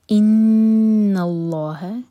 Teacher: نون پر غنہ اور نون لائٹ، لام جلالہ ہیوی